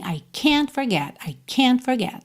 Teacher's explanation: Já quando esse can é, na verdade, can't, né? Só que esse T está escondidinho, porque já está emendando na próxima palavra, por exemplo, ele, por mais que o T não apareça, a palavra em si tem um peso maior na frase.